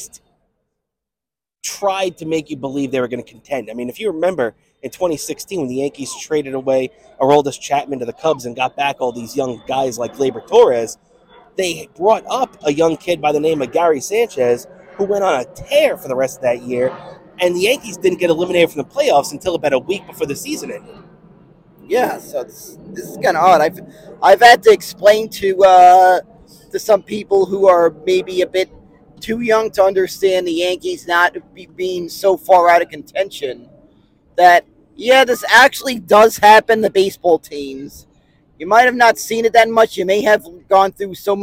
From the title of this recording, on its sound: Live From Citi Field!